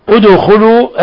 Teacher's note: ادخلوا، الدال ساكنة تقلقل كما لا يخفى